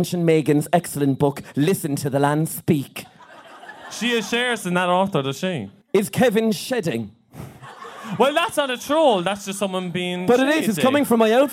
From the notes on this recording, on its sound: the lads decide to do a live recording